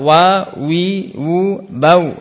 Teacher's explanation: Al-waw ini antara bibir atas bibir bawah.